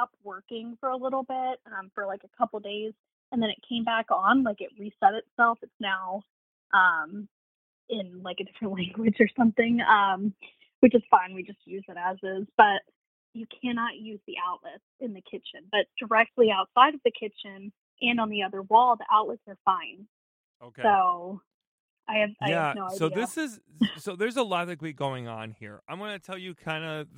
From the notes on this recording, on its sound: got the caller on the phone directly to ask them questions